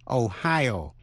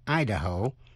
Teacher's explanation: Tiểu bang Ohio nhấn mạnh vần nhì, nhưng tiểu bang Idaho nhấn mạnh vần đầu.